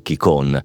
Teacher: nel dialetto locale la N finale non si pronuncia e si nasalizza la O, un po' alla francese